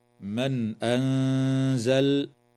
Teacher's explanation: وتظهر النون الساكنة عند الهمزة